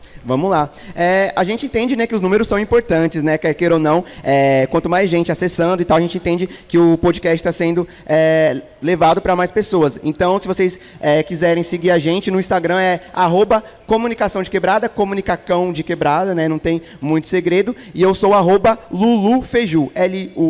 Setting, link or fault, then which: setting, busy venue